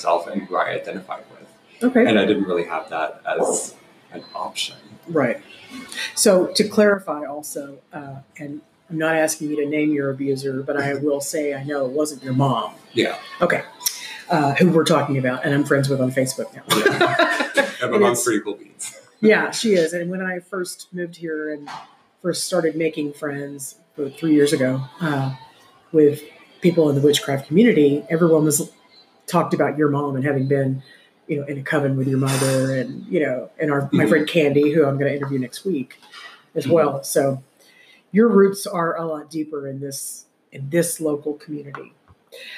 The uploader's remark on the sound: It's difficult recording in a busy coffee shop and there were a ton of moments that needed to be edited out. Though sometimes it might be a bit hard to hear, hang in there.